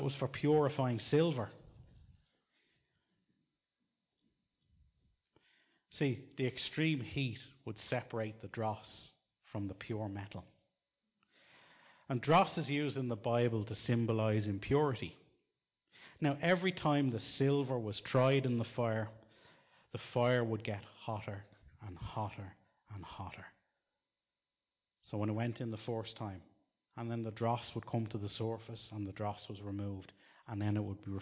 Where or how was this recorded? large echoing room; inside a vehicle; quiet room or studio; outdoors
large echoing room